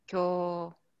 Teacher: So the vowel gets two beats.